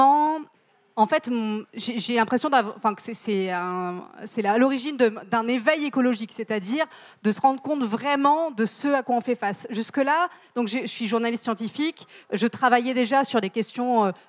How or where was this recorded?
live audience